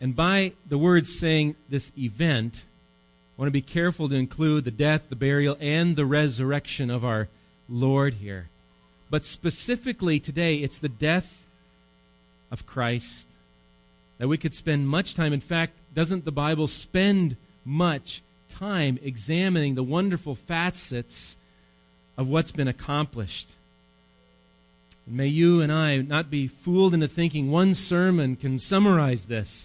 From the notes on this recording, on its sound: Recorded live at Bethany Bible Church on 11/4/18